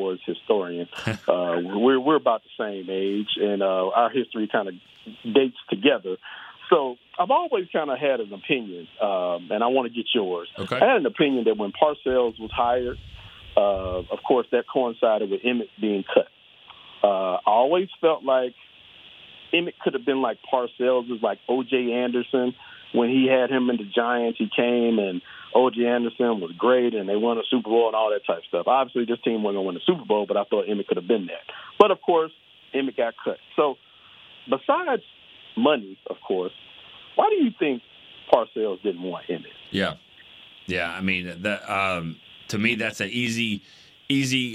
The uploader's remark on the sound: Friday’s show was heavy on the phone calls